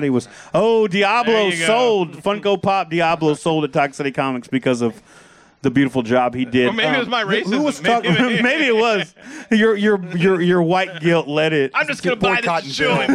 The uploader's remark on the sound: Live (in front of a studio audience) from Toxic City Comics.